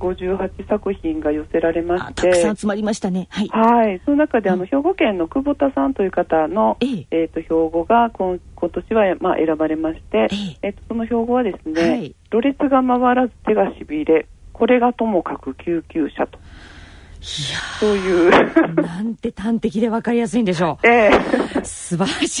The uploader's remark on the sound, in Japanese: 電話インタビューの模様をお伺いします。